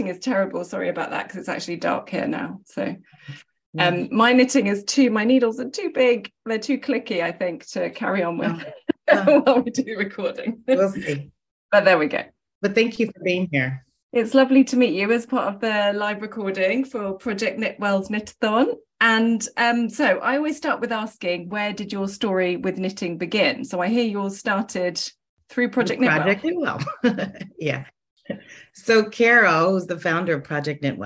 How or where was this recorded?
video call